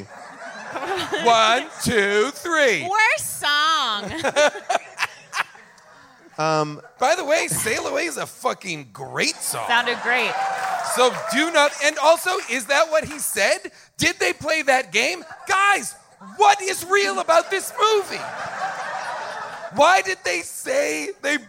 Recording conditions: live audience